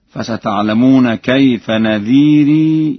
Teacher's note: لورش في لفظ نذير ونكير إثبات الياء، وذلك في حالة الوصل فقط، فيقرأ هكذا: فستعلمون كيف نذيري، ولقد كذب الذين من قبلهم فكيف كان نكيري أولم يروا.